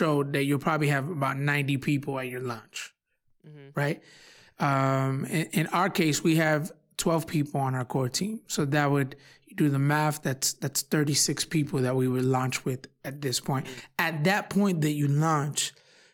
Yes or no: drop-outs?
no